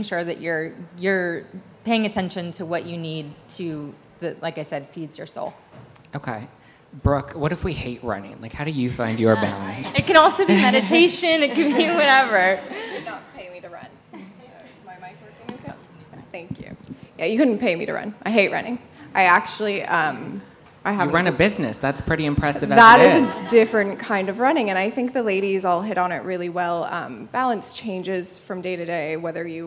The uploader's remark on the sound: Taped LIVE at the 2019 Love Beauty Wellness Festival in Downtown LA.